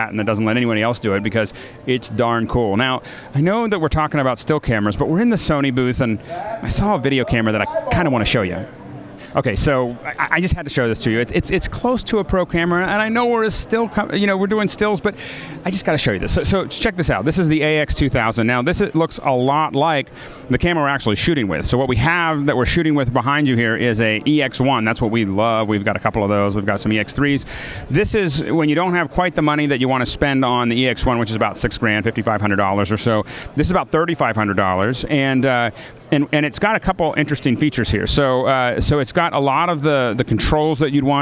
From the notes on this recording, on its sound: From the show floor at PMA 2010.